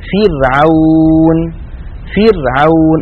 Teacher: الراء هنا ساكنة وقبلها مكسور لذلك ترقق